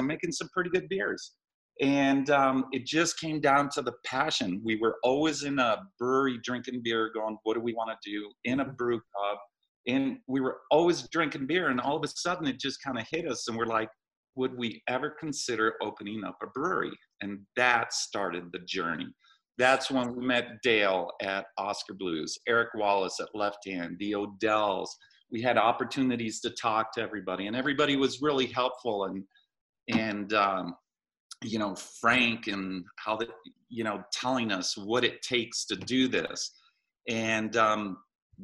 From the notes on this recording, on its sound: jumped on Zoom to talk with us